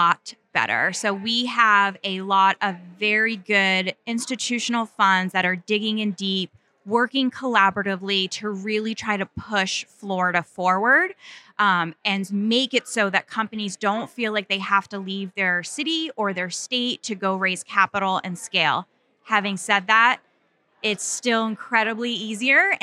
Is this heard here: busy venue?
yes